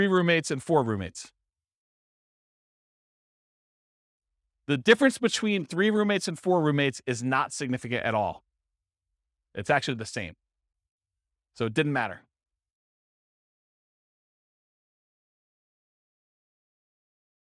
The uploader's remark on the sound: This was a live class recorded. Henderson, Nevada.